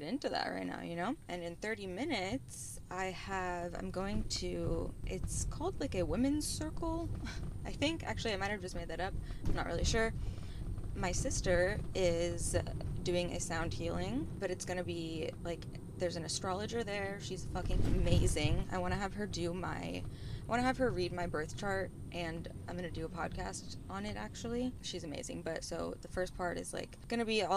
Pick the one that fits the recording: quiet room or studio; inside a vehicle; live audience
inside a vehicle